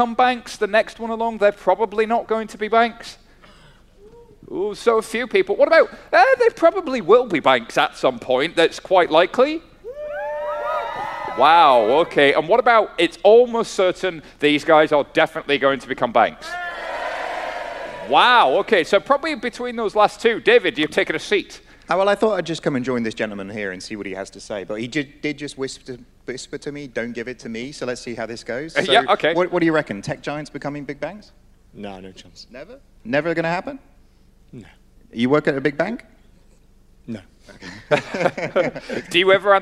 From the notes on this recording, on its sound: Live at TCF2018. Recorded live Temenos' TCF2018 event in Dublin.